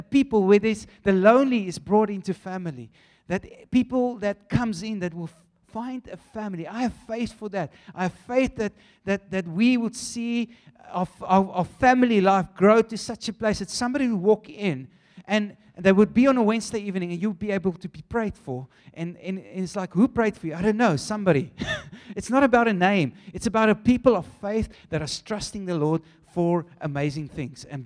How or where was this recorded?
live audience